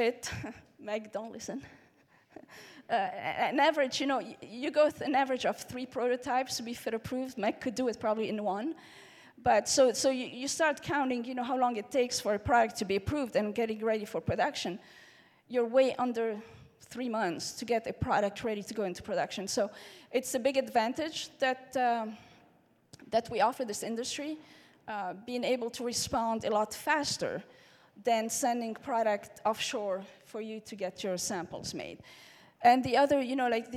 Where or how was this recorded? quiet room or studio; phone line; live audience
live audience